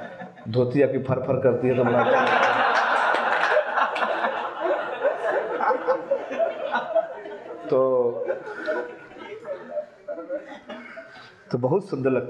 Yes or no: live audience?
yes